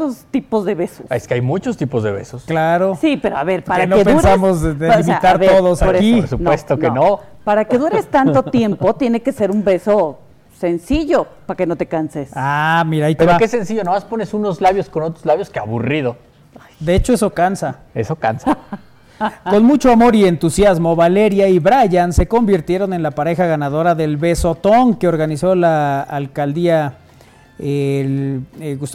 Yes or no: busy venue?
yes